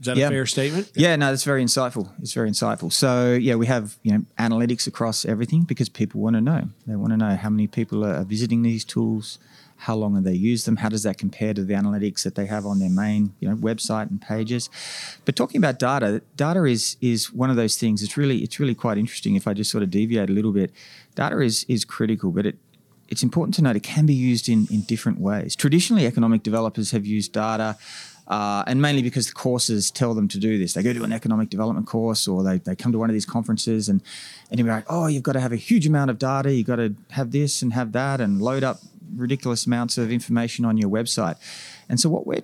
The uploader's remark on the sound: This and the following segments were recorded at this year’s annual Florida Economic Development Council Conference hosted at Sheraton Orlando Lake Buena Vista Resort. This and the following segments were recorded at this year’s annual Florida Economic Development Council Conference hosted at Sheraton Orlando Lake Buena Vista Resort.